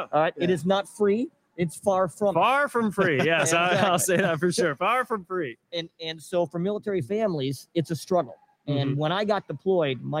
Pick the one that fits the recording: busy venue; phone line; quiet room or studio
busy venue